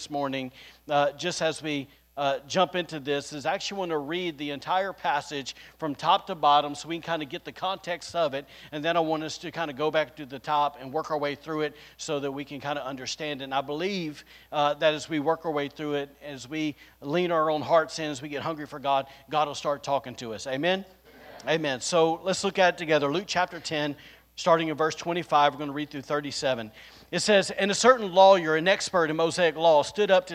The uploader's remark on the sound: recorded on Sunday, May 22nd, 2022, during service at The Anchor Church in Rockport, Maine